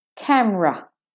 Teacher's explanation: It's not camura, the R is missing again, the R syllable or vowel. It's camra, straight from the M to the R, camera.